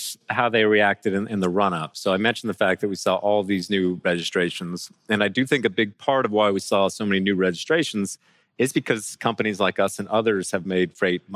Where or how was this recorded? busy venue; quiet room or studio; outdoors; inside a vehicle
busy venue